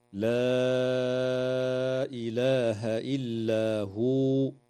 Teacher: مد منفصل في قوله تعالى: لا إله إلا هو، يمد بمقدار 4 أو 5 حركات